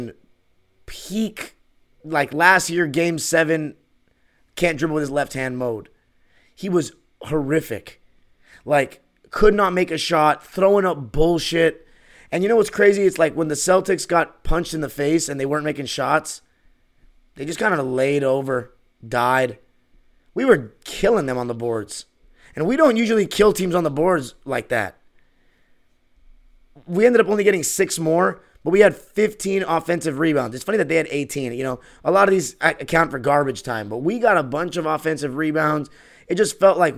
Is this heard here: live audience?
no